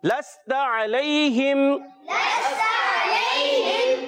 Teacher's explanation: عین کو حلق کے درمیان والے حصے سے ادا کریں گے